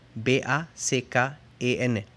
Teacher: la combinación CK igual siempre se pronuncia, como una K, pero el vocal anterior es corto